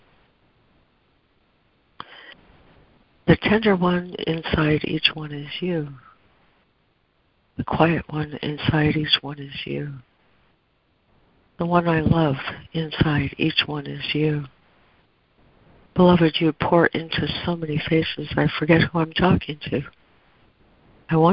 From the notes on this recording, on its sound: ACIM Daily Conference Call